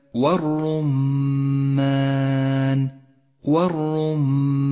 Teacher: الميم المشددة في كلمة والرمان، والرمان، لونت باللون الأخضر لأنها تحتاج إلى غنة زمنها حركتان، ولاحظ اللام الشمسية في نفس الكلمة والرمان، لونت باللون الرمادي